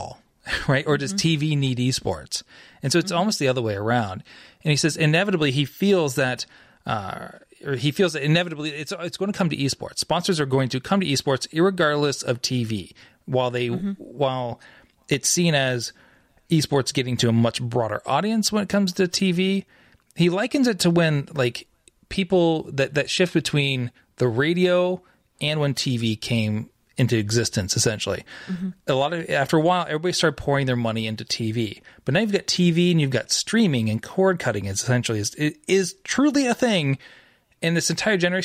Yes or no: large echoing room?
no